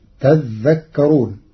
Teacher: قرأ ورش كلمة تذكرون بتشديد الذال فتصير تذكرون، فأصلها تتذكرون فأدغمت التاء في الذال بعد إبدالها ذالا